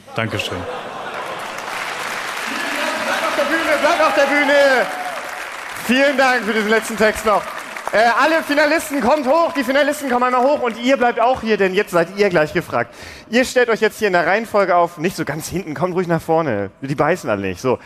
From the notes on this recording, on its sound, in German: Chaos Communication Slam (35c3). Hierbei geht es um einen Wettkampf bei dem selbstgeschriebene Texte live vorgetragen werden. Stimmt das Publikum zusammen über die besten Beiträge ab.